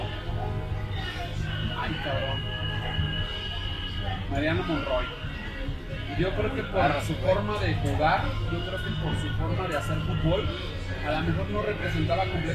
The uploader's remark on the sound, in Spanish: grabado en Alas Brasas Irapuato, el mejor bar de alitas de la ciudad